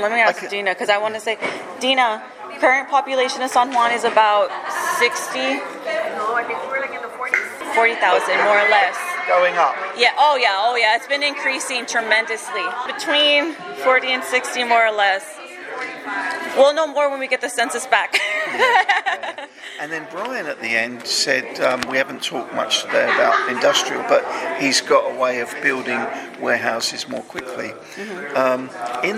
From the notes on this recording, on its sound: At the RGVP event, the Rio Grande Guardian International News Service was able to secure an exclusive audio interview. At the RGVP event, the Rio Grande Guardian International News Service was able to secure an exclusive audio interview.